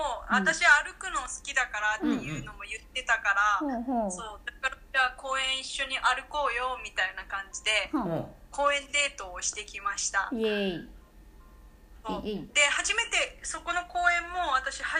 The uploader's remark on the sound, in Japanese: LINE電話でのやりとりなので、声が遅れたり音質が悪いことがありますので、ご了承ください。